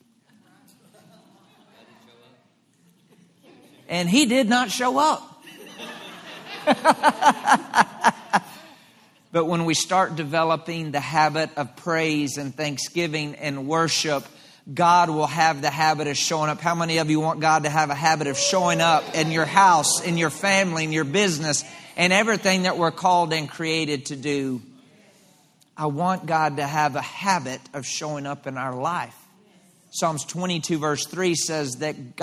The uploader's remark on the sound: LIVE Midweek Service 6.28.23